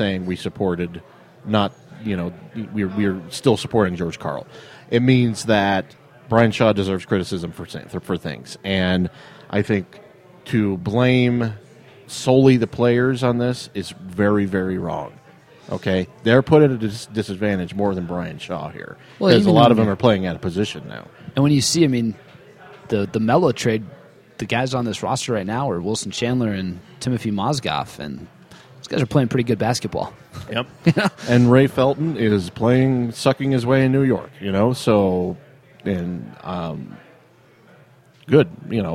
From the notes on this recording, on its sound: Live at Jake's Food & Spirits (3800 Walnut St.) to record this week's show.